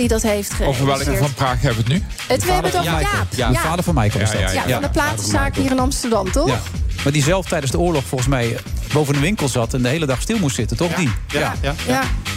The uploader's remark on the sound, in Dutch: Live vanuit de SkyLounge van het Double Tree by Hilton Hotel in Amsterdam